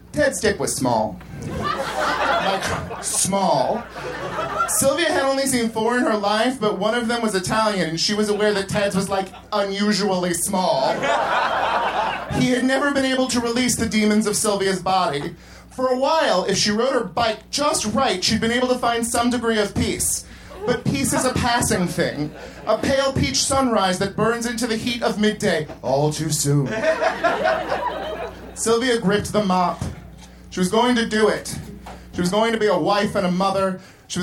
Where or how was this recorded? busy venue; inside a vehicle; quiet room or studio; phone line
busy venue